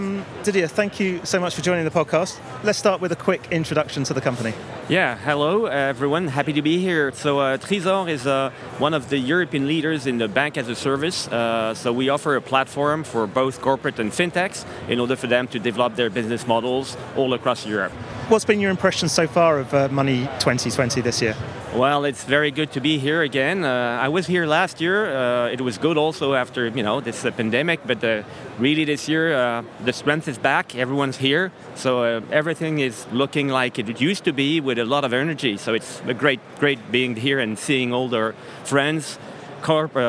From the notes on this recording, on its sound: The first of two episodes recorded in partnership with Banking Circle Group at Money20/20 Europe, that took place in Amsterdam. We recorded a series of interviews on the Banking Circle booth with a number of the speakers from the conference.